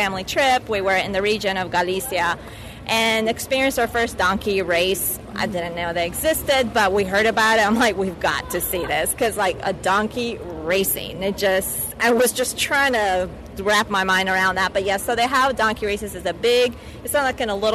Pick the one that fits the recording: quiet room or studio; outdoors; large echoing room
outdoors